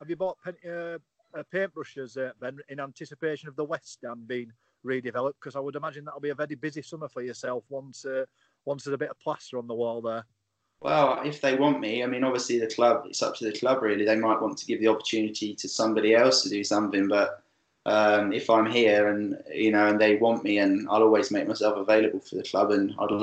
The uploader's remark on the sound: SkypeCast